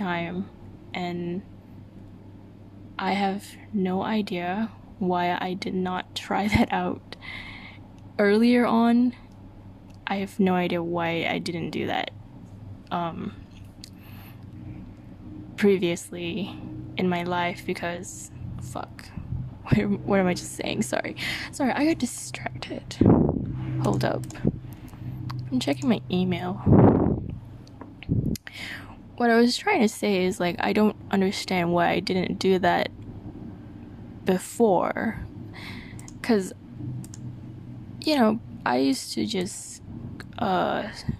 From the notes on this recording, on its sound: I breathe too much into the mic on this one.